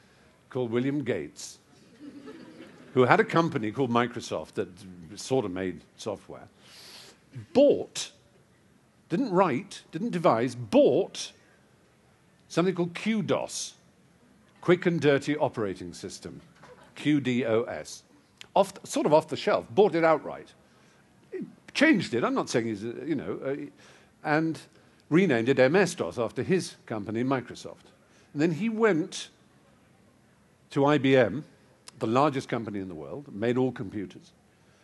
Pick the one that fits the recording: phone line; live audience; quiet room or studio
live audience